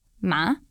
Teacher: Se la stessa sillaba la realizzi nel secondo tono, ma, quindi ascendente, simile ad una domanda